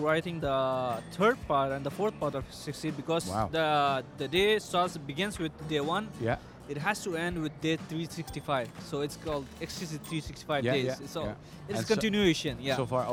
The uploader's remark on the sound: Live from SIBF 2023